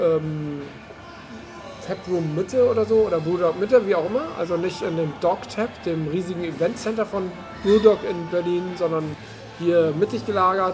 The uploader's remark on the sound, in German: Unterwegs: #BerlinCraftBeerCrawl - Kaschk und Brewdog